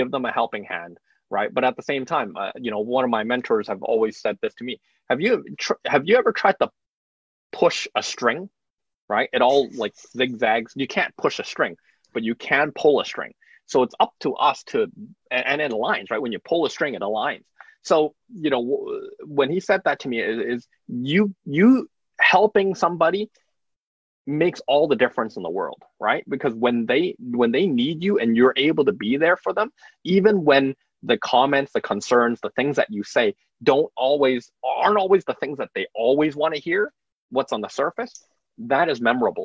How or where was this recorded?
video call